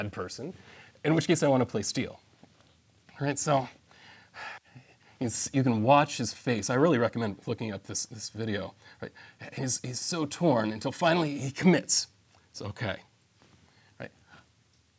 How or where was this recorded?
large echoing room